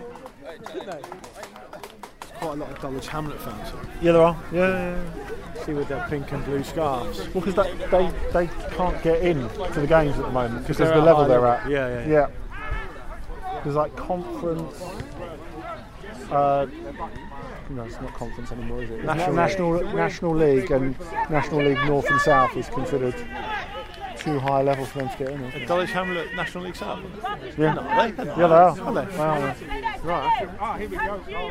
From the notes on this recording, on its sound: At The Match: Peckham Town 5-0 Stansfeld. With the ongoing pandemic resulting in hundreds of football games being played out in empty stadiums, finding a suitable venue for the return of At The Match has proved a bit trickier than usual. Packed the microphones onto the P4 bus and headed to Peckham Town FC!